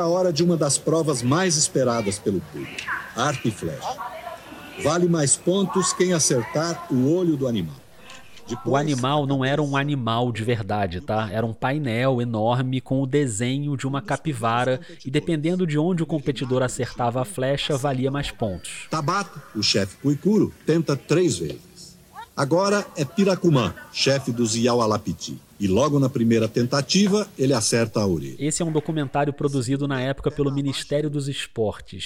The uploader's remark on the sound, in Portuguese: Gravação da entrevista: ESPM-SP, durante o Congresso da Abraji.